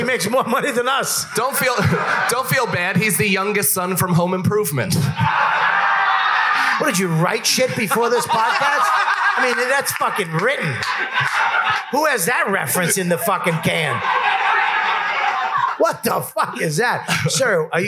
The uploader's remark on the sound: Skankfest 2019: LIVE!